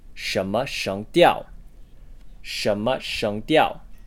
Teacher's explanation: The tone order of this sentence is the second tone, no tone, in 什么, and the first tone, the flat tone, and the fourth tone in 声调.